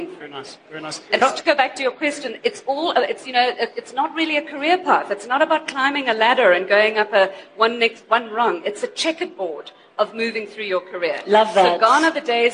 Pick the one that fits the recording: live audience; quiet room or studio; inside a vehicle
live audience